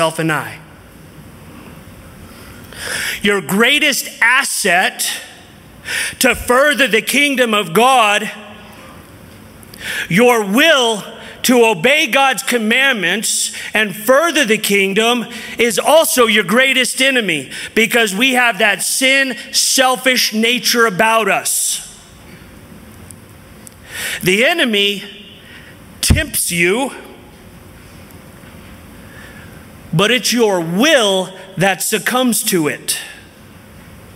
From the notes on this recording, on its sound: from the 2023 Southwest Men's Conference